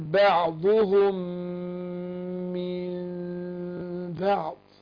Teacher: اهي نون اهي ساكنه وجي بعدها الباء بقلب النون ايه ميم وبنطق الميم ايه مخفاه